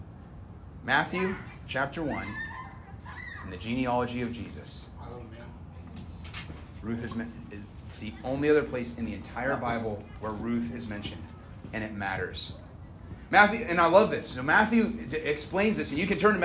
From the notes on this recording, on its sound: Originally recorded 5/15/21 at Sunset Park in Lewiston, Idaho.